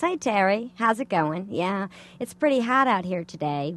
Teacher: it's more nasal, and it also sounds older than your voice does